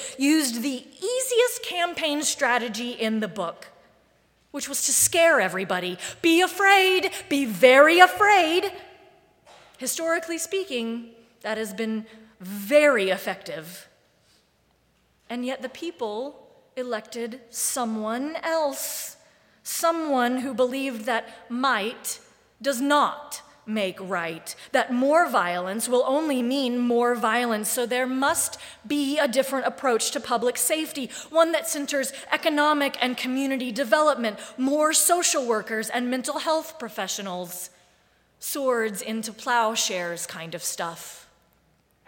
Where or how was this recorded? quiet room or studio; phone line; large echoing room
large echoing room